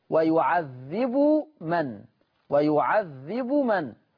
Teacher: حفص أظهر مع رفع الباء · Term: إظهار